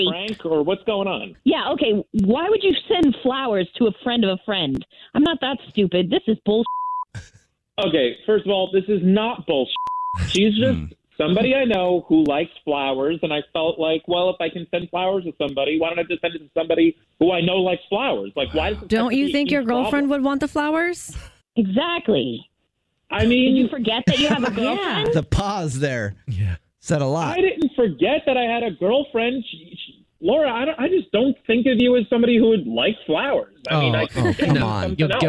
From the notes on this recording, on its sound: where a woman calls